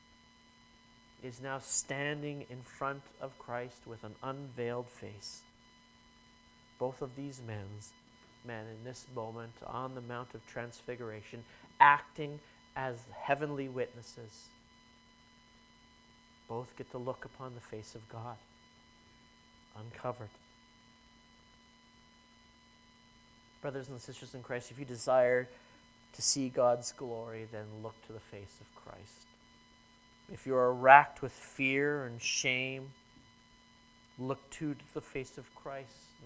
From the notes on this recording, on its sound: Sermon preached at New Creation Reformed Presbyterian Church